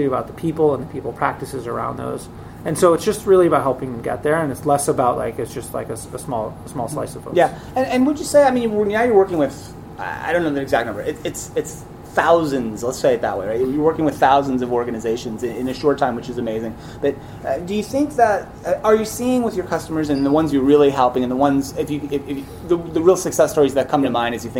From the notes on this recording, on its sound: recorded live in San Francisco on site at Greenhouse Open, the customer event for recruiting technology provider Greenhouse